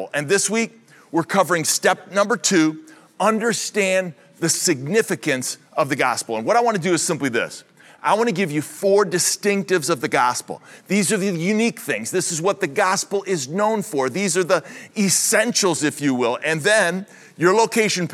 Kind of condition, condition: setting, large echoing room